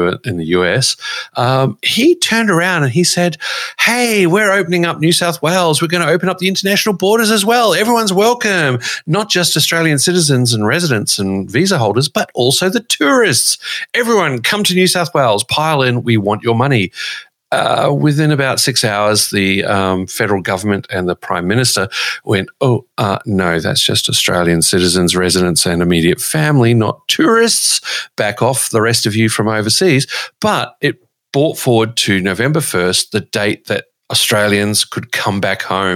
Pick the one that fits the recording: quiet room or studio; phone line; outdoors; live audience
quiet room or studio